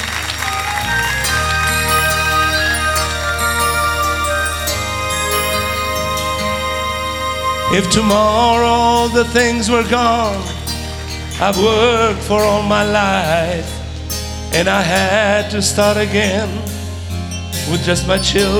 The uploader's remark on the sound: Live at the SouthPoint Casino